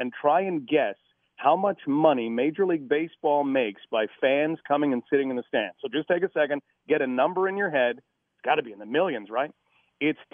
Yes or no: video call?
no